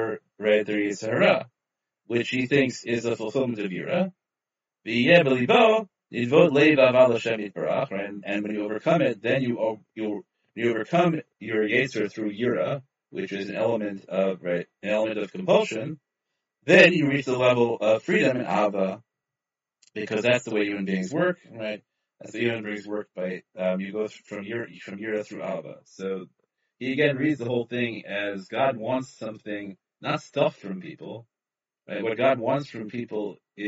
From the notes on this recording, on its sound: In a ZOOM Shiur presented by the Young Israel of Sharon, Massachusetts